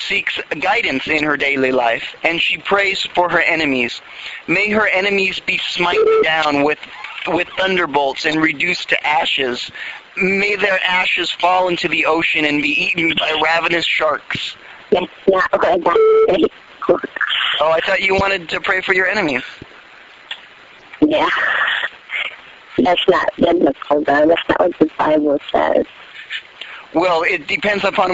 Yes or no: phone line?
yes